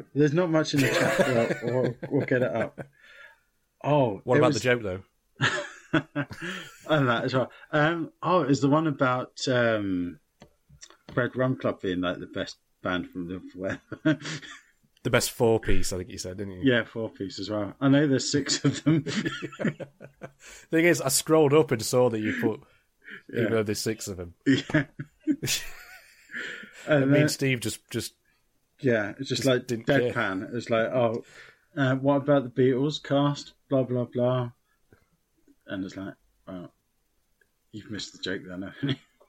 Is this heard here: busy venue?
no